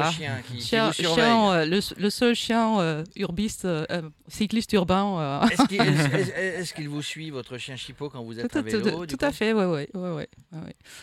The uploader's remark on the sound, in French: En direct du Bourgogne Vélo Festival.